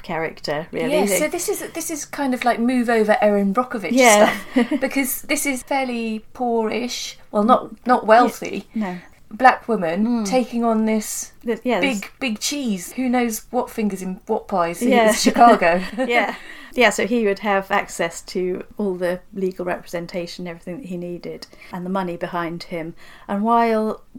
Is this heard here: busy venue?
no